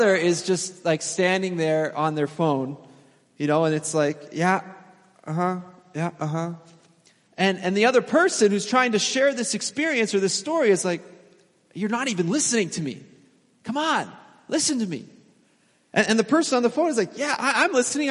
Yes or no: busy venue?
no